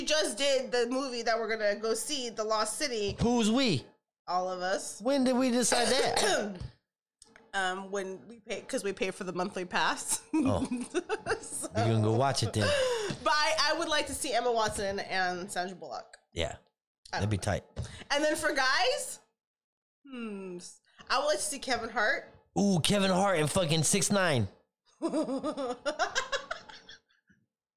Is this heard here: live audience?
no